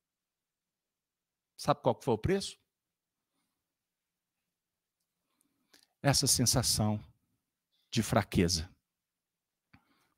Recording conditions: live audience